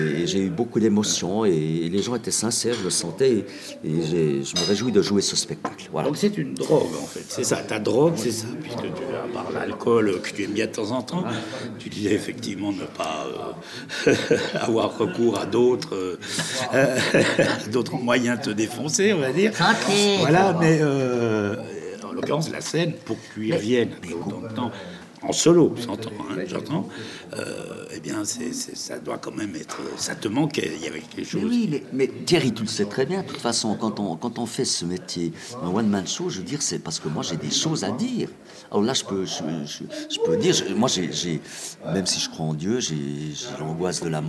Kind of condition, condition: setting, busy venue